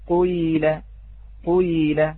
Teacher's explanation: الأصل فيها خلط حركة بحركة وهي حركة الضم بالكسر، فنبدأ بضمة كما نقول ربع ضمة والباقي بالكسر